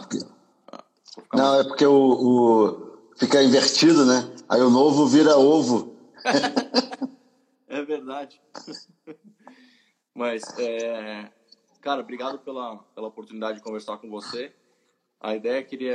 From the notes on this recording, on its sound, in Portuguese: Live no Instagram